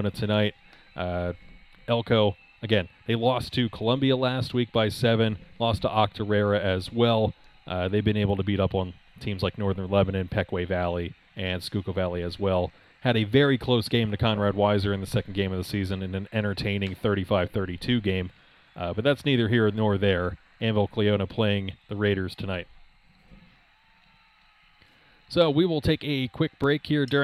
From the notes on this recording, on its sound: The radio station shows up when they see a good game coming. That means we got pushed outside.